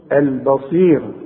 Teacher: شوف انا بظهر ازاي اللام، لام اظهار، وسموها لام قمرية